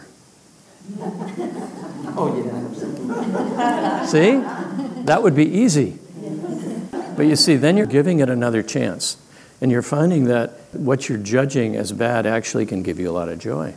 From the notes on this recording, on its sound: leading a live discussion at a recent retreat